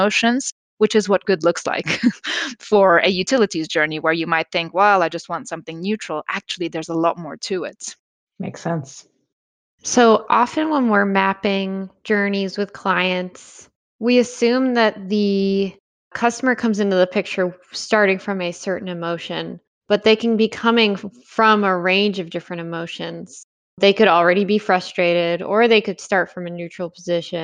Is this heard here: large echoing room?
no